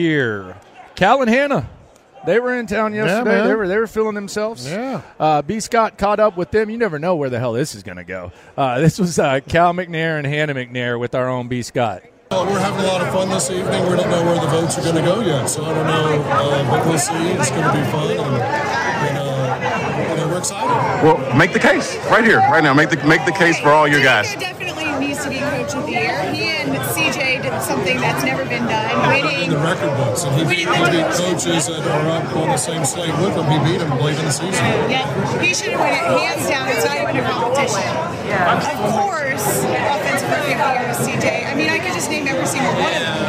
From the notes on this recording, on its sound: LIVE at Radio Row.